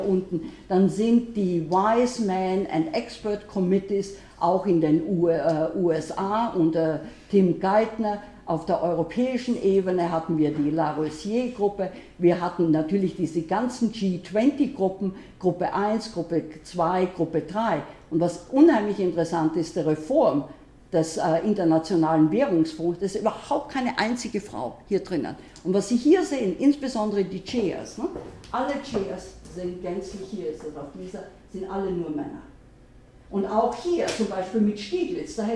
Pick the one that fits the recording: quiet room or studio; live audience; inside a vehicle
live audience